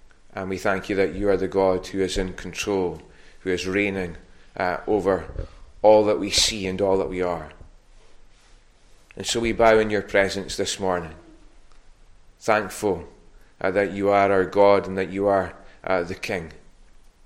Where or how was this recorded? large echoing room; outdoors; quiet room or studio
large echoing room